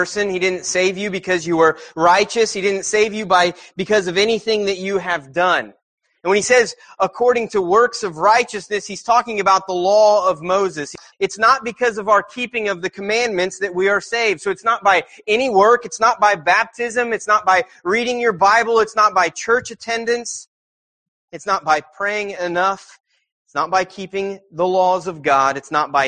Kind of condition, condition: setting, large echoing room